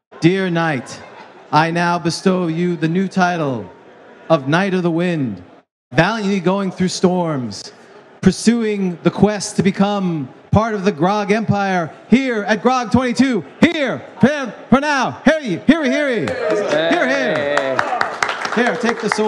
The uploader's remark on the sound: Live from Grogcon 22. Provided a seminar on Old School versus New School gaming live!